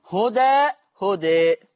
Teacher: لما يقف عليها هيبقى فيها الفتح والتقليل